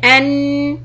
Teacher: The letter noon is pronounced by joining the tip of the tongue to the base of the upper incisors. That means you take the tip of the tongue and stick it to the back part of the front two teeth.